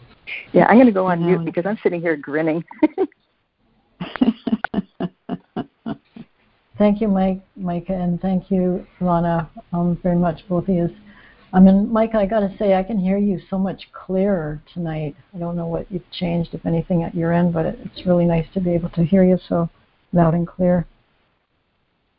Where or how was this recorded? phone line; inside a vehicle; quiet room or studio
phone line